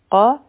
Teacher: اخفا طریقه دا ده چې دوه سیکنډه ټایم به ورکو او خپله ژبه به د قاف دپاره تیاره کړو قاف به غټه دا کړو قا او دیر دلته کې به دا مدعا عارض د سکون